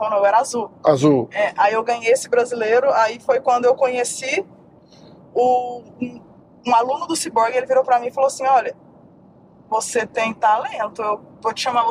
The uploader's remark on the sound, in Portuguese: Demos uma volta pelas ruas de Boa Raton